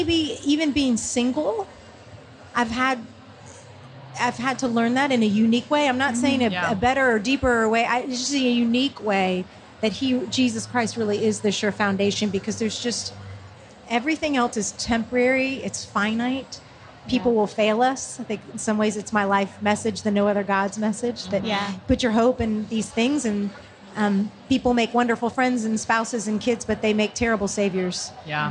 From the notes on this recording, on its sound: We sat down at Lifeway Women Live in Orlando